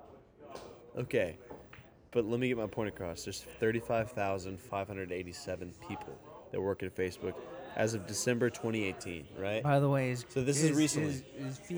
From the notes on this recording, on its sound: As we start drinking the topics change go in an out. Thank you 04 lounge. Letting us record, great time at a chill bar.